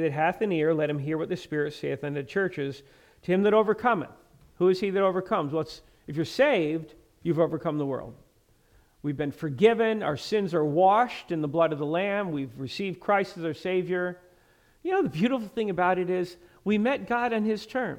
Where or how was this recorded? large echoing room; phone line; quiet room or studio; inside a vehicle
large echoing room